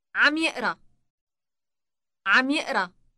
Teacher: Note that the initial B sound is dropped.